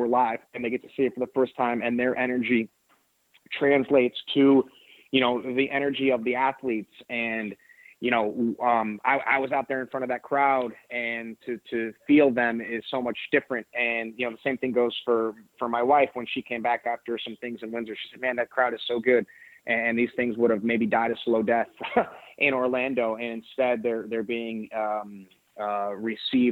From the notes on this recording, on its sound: This is the full audio from Impact Wrestling's July 12, 2018 media call